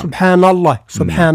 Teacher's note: ثم النون في سبحان نحذر من تفخيمها تبعا لللام من اسم الجلالة